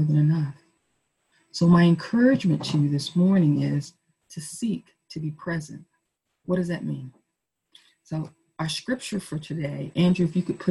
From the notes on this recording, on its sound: Our zoom streamed service